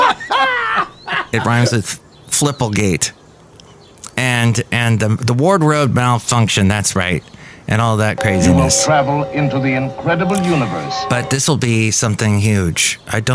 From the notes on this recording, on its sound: podcasts live from Café Anyway